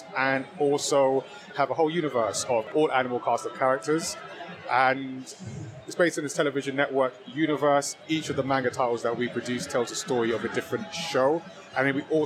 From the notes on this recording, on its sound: This week's episode is a rewind of our livestream adventures at the Insomnia 71 festival in September 2023! Recorded live from the show floor with a variety of guests.